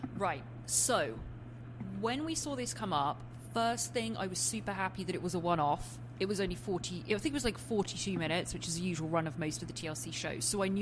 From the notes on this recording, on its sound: We apologize for a bit of background noise in the episode!